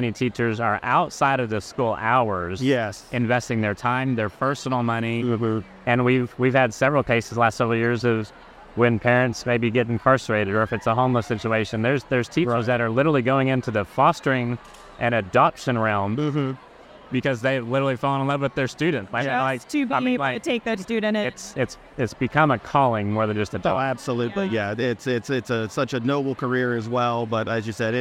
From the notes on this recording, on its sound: Recently held a live recording at the Thank-a-Teacher Celebration event, Sponsored by Sam's Furniture. The event, which was attended by over 1,500 teachers, was a celebration of educators and their impact on the community.